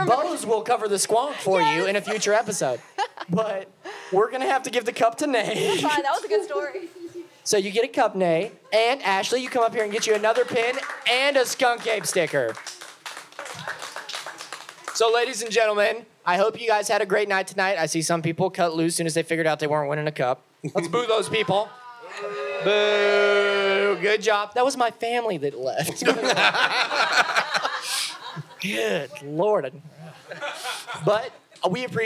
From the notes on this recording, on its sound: Live from Pour Brothers Brewery. Takes to the stage at Pour Brothers Brewery for our first ever live show.